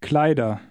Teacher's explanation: Notice the pronunciation of the ER ending. The R is just suggested, not pronounced very clearly.